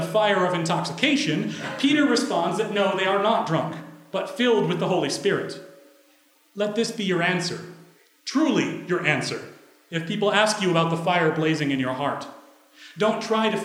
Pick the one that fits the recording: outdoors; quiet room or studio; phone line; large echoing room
large echoing room